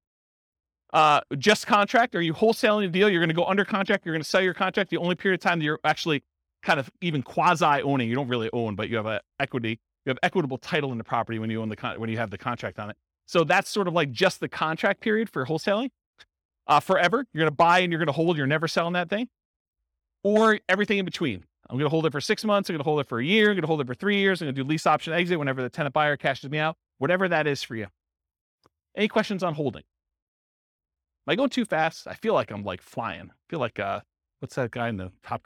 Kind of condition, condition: setting, live audience